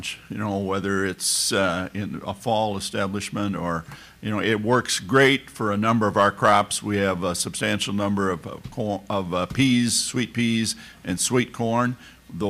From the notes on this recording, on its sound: She moderates a panel discussion at the National Association of Farm Broadcasters Annual Convention.